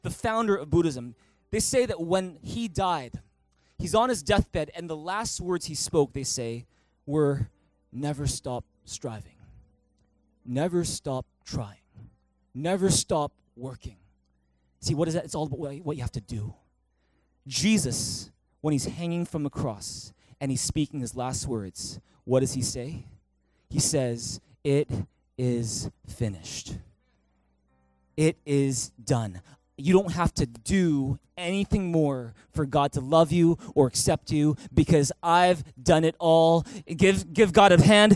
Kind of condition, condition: setting, large echoing room